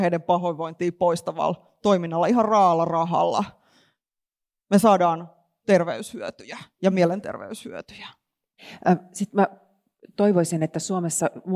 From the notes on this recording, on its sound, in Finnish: Podcast on nauhoitettu Tiedekulmassa Mielenhuoltoilta-tapahtumassa. Tapahtuma on osa Helsingin yliopiston Tiedekulman Terveys nyt -ohjelmasarjaa.